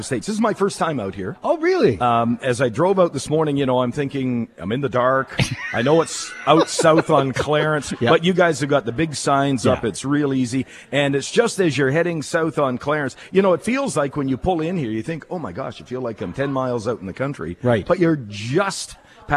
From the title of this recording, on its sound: Live from Hospital Home Lottery show home